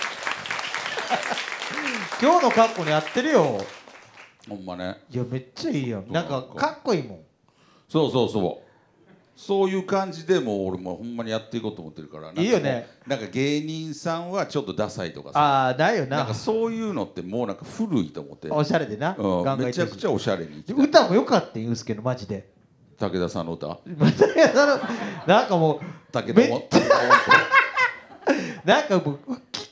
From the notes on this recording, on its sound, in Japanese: 渋谷で開催のイベント会場から生放送後、まだ会場の撤収時間まで少しあったので、急遽お客さんの前でポッドキャストを収録しました！ジャズバーという場所ならではの。